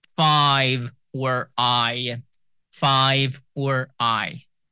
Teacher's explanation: It's like these two sounds are combined. So we start with a and then we end with e. · Term: diphthong